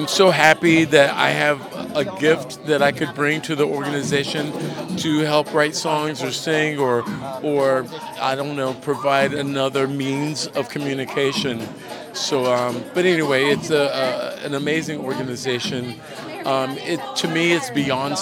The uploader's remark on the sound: live on the red carpet!